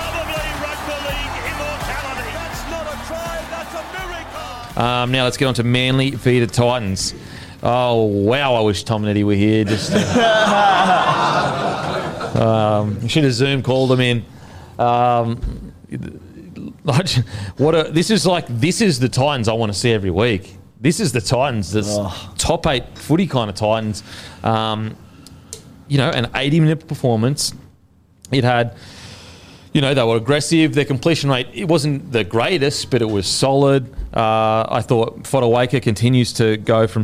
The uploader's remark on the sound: in front of our live crowd